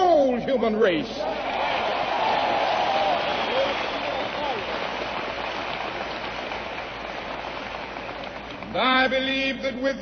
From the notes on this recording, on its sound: Address at Freedom Hall Rally Detroit